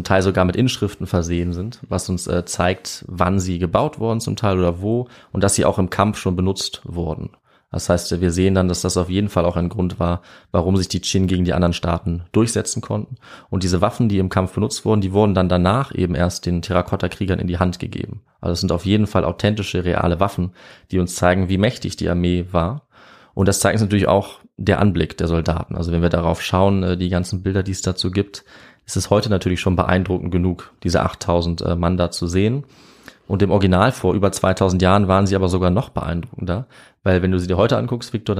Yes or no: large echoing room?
no